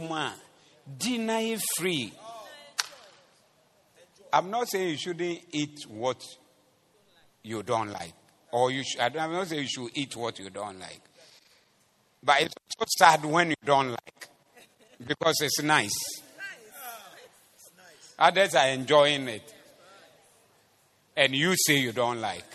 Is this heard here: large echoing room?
yes